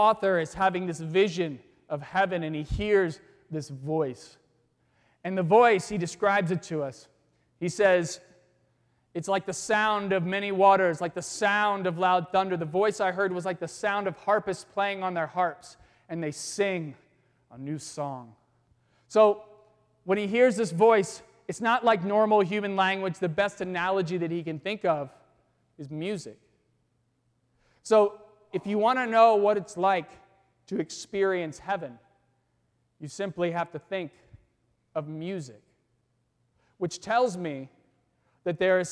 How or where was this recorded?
large echoing room